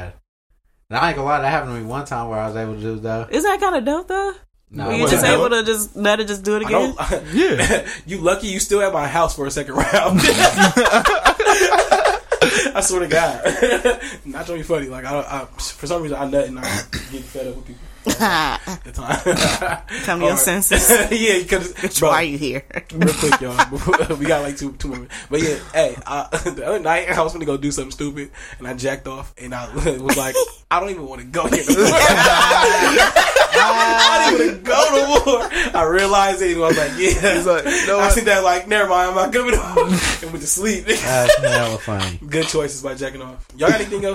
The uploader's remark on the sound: sorry for the clipping throughout the episode